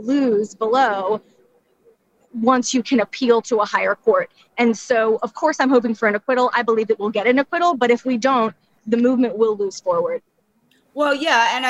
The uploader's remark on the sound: LIVE at the courthouse.